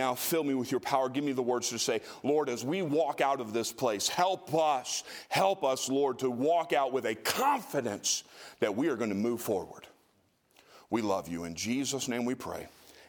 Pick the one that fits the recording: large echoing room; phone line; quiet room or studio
large echoing room